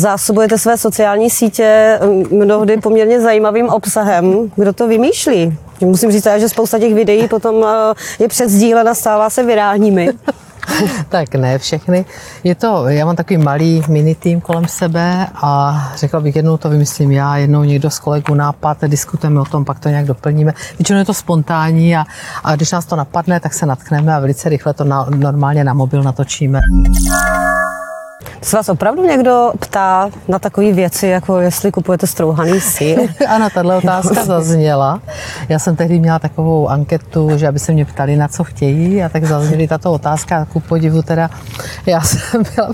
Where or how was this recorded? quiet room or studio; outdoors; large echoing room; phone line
outdoors